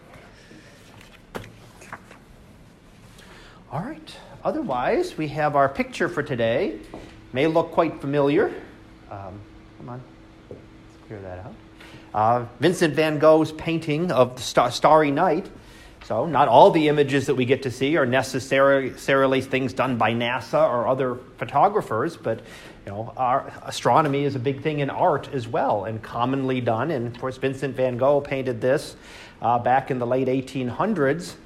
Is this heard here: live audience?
yes